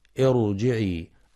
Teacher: في كلمة ارجعي الراء هنا مفخمة لأنها ساكنة وقبلها همزة وصل